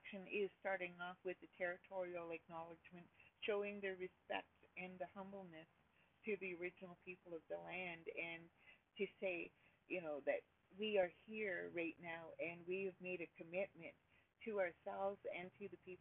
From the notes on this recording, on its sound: Please forgive the audio I’m still learning